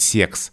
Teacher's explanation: носители языка старшего возраста, от них вот можно услышать «секс» с мягким «се», и вот здесь это слово нарушает эту закономерность.